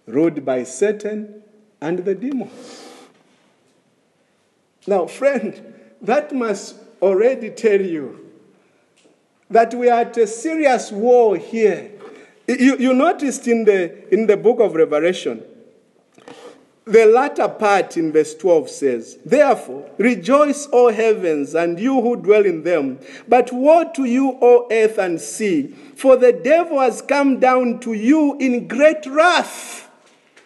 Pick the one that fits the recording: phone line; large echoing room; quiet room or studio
large echoing room